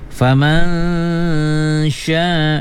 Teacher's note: nun mati bertemu dengan shin, wajib gunna.